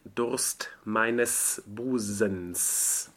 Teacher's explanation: In Busens, the first S is voiced. And the second one is not.